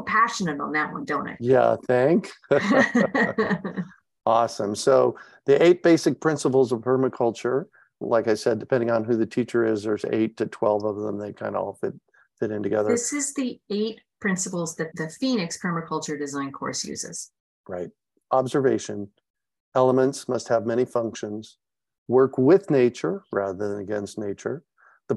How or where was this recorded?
video call